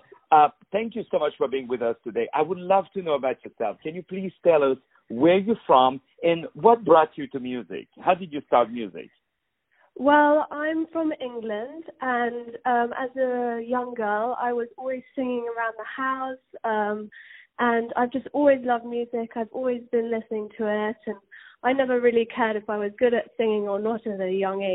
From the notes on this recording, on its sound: On the phone